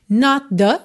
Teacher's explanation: junta num som só, o T final de not com o TH inicial de the